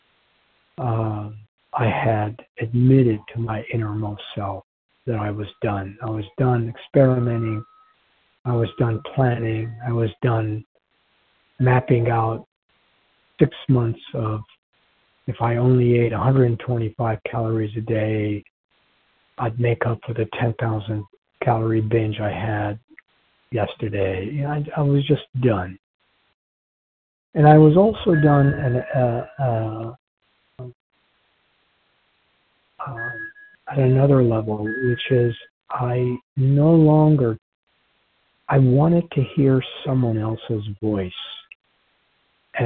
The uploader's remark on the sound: from the 100 Pounders Phone Meeting, 9/28/23